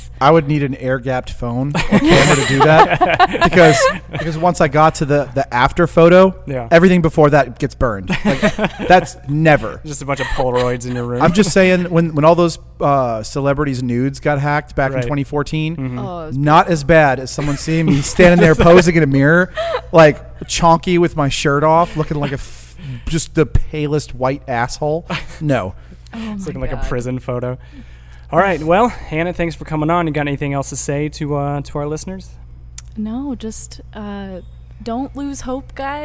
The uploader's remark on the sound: We are LIVE at the Pale Horse Coffee cafe